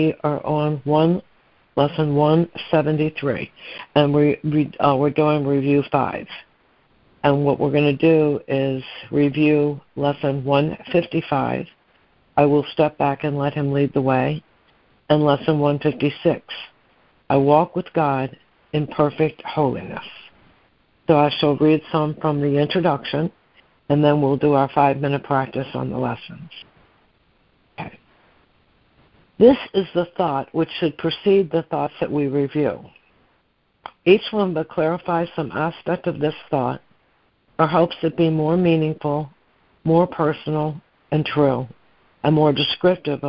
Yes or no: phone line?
yes